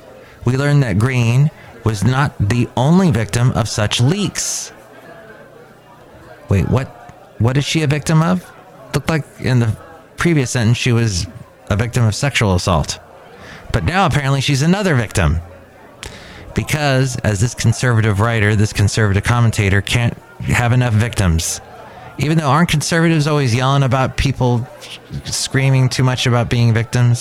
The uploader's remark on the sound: podcasts live from Cafe Anyway